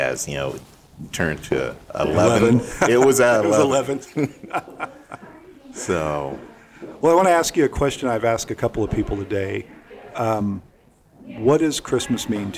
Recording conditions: busy venue